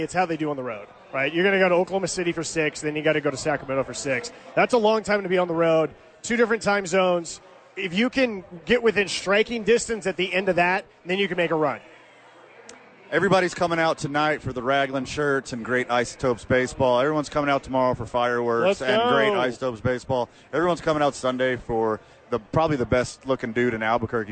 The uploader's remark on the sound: live from Isotopes Park